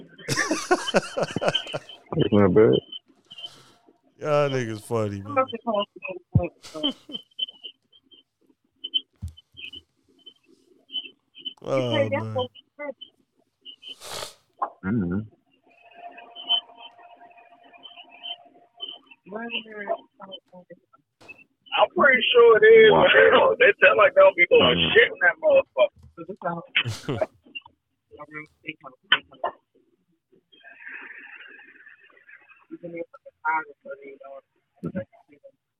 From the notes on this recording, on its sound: This is an impromptu amazing episode. A little hard to listen to based on audio quality but bear with it.